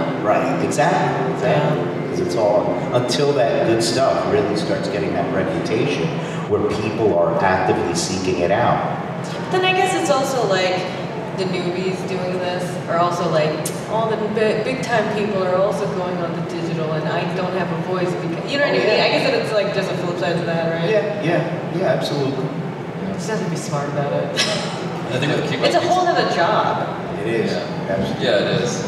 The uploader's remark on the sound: London Comic Con 2018 Panel